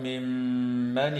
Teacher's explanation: وتغن الميم المشددة من كلمة ممن